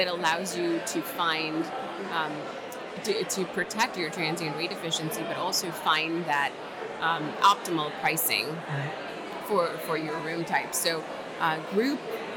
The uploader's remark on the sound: at the 2023 Hotel Data Conference in Nashville, Tennessee